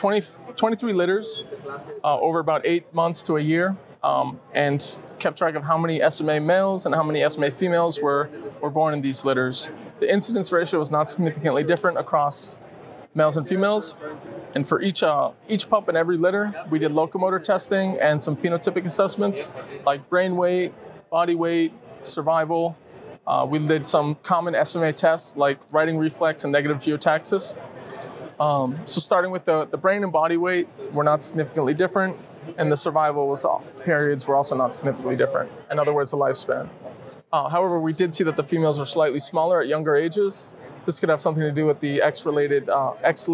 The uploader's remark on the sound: I attended the Society for Neuroscience conference in Washington, DC and interviewed neuroscientists from across the world about their research.